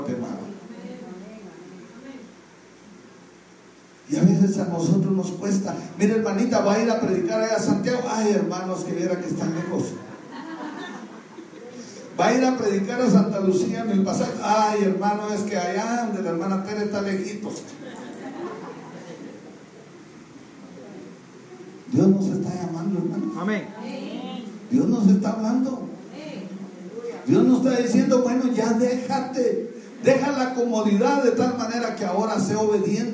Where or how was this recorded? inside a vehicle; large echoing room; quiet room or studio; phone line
large echoing room